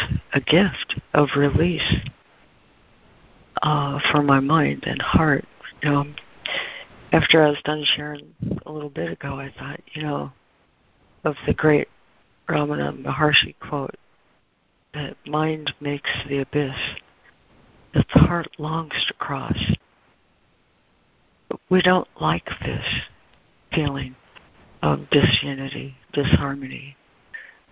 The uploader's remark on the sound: ACIM Daily Conference Call